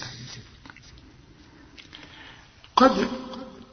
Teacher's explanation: إذا وقفت وإذا وصلت الدال قلقلة، لأن كل دال في القرآن عنها السكون قلقلة.